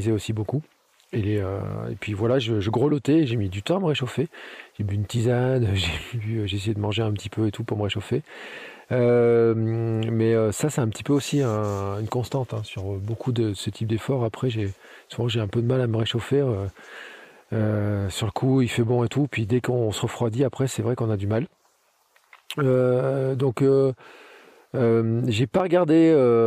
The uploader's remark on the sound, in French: mon tout premier Gravelman en live depuis le vélo